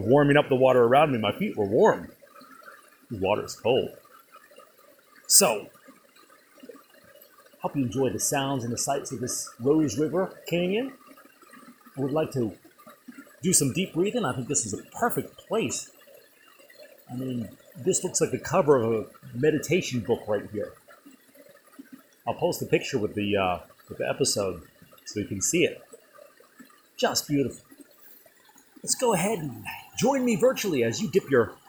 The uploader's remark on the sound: On location in the Rose River Canyon, halfway down a mountainside somewhere in the wilds of Shenandoah.